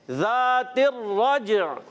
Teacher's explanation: را پر زبر آنے کی وجہ سے پر رہے گا را، اور جیم حرف قلقلہ میں سے ہے، قلقلہ ادا کریں گے، آواز لوٹ کر آئے گی.